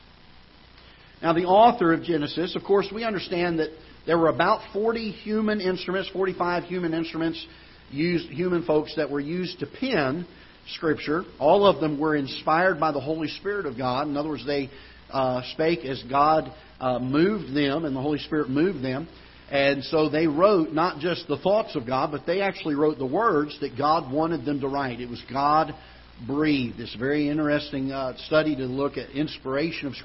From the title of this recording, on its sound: Ketha Heights Baptist Church ~ Live Broadcast